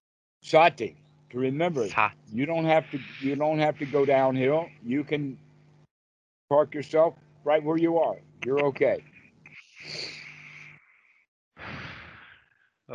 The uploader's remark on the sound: skype calls on this channel